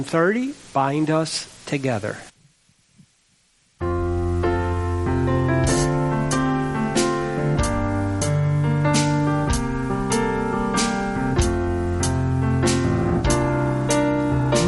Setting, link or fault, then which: setting, large echoing room